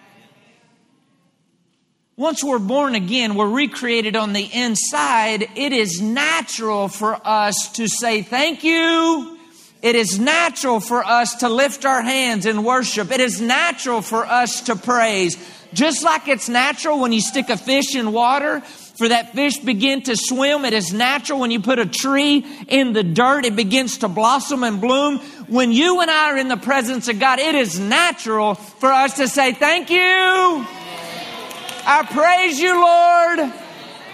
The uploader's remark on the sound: LIVE Midweek Service 6.28.23